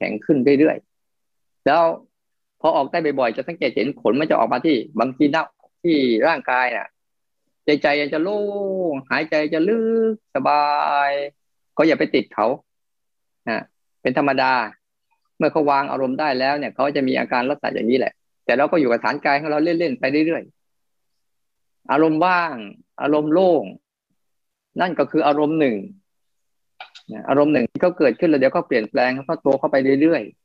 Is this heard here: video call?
yes